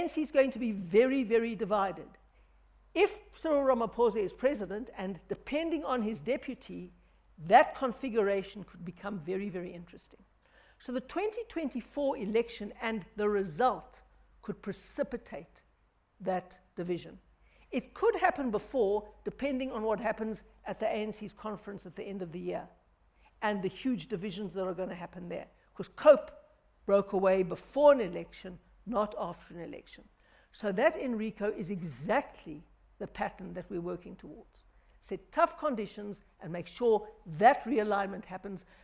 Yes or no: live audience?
yes